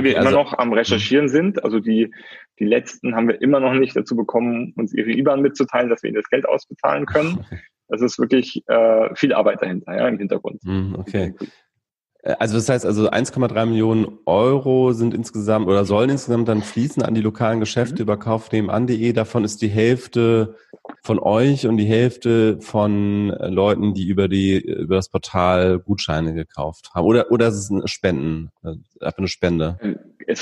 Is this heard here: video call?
yes